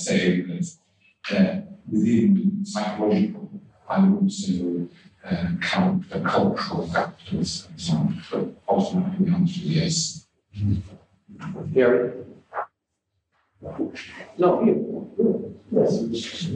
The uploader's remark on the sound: Original Youtube (low quality audio).